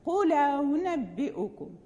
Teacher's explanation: فمثال المضمومة مثلا قل أأنبئكم، قل هنا في قراءة ورش حركة الأولى تنتقل للام والثانية مسهلة، قل أأنبئكم يعني قولا أنبئكم، يعني لا ننطق بالهمز في هذه الكلمة. الأولى انتقلت حركتها إلى اللام والثانية مسهلة